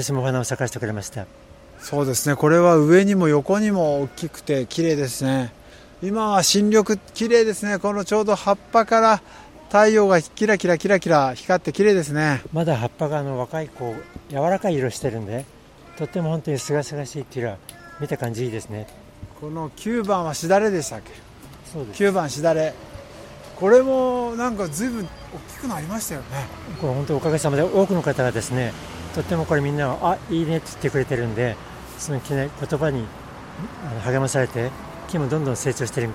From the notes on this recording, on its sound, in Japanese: くにたち大学通り3番からスタート現場から。